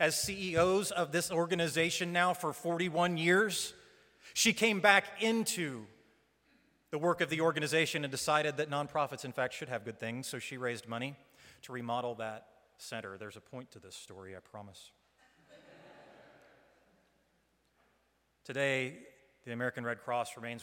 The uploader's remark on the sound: Live stream from the sanctuary of Mayflower Congregational UCC Church in Oklahoma City.